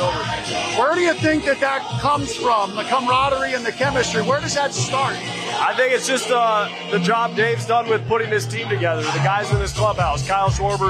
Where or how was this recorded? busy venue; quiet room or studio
busy venue